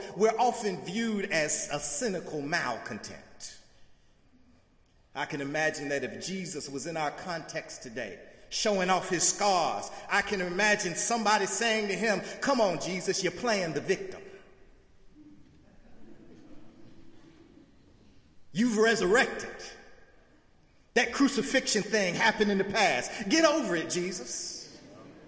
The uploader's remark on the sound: in the Memorial Church.